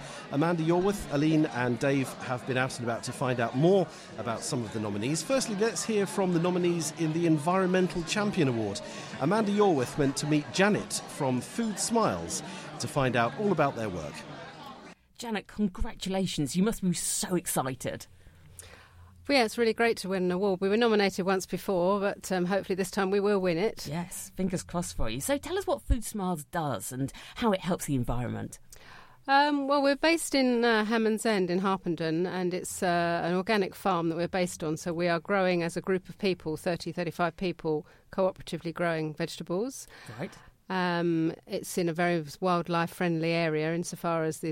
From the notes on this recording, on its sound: Listen to the highlights of the 2018 St Albans Mayor's Pride Awards, featuring all the shortlisted finalists and category winners, recorded at St Michael's Manor on March 27th 2018.